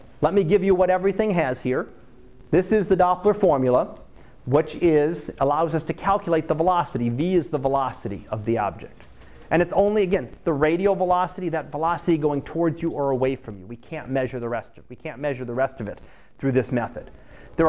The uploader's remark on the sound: Live Class Lecture